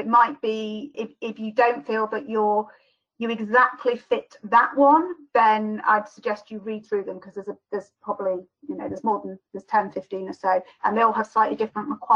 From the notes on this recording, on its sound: The audio is from the weekly FDF Covid19 webinar originally broadcast 11th June 2020